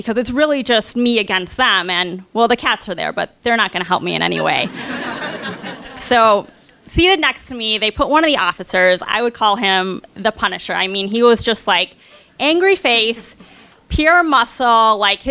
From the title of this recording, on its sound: Live From Minneapolis